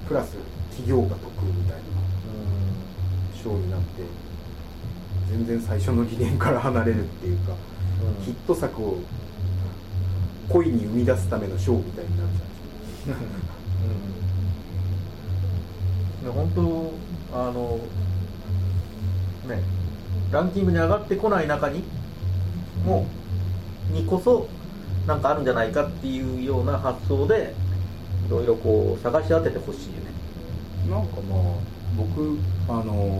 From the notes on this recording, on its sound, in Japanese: １月に録音したものです。音質が悪く聞き取りづらいかと思いますがご容赦ください。